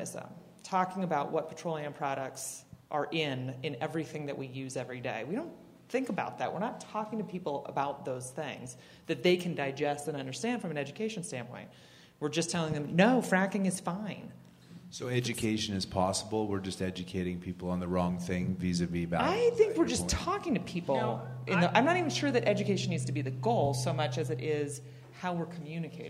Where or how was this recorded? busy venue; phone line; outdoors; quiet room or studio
busy venue